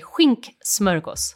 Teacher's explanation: We just drop the A and we say skink smörgås.